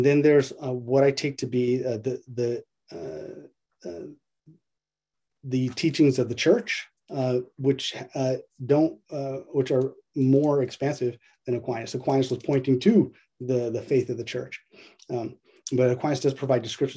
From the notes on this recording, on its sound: A webinar lecture